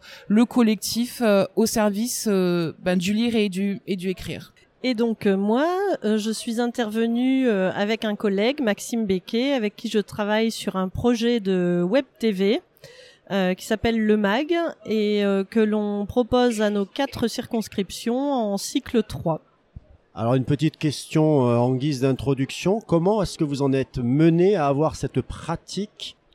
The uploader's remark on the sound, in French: Un expresso d’Educatech Expo. Retrouvez ce deuxième épisode enregistré à Educatech Expo avec mes interlocutrices.